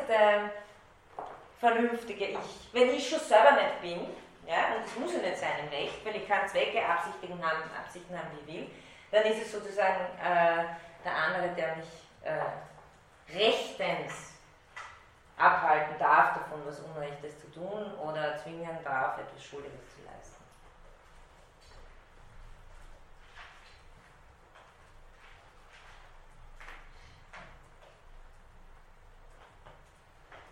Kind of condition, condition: setting, large echoing room